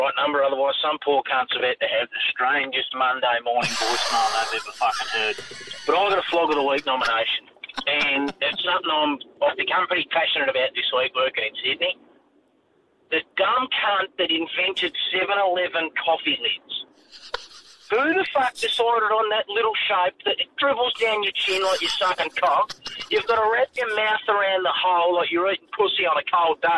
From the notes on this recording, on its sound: takes a call mid recording that backfires on him.